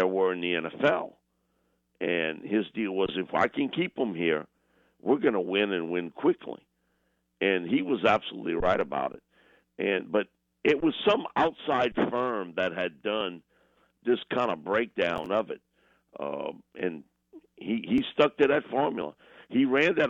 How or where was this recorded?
phone line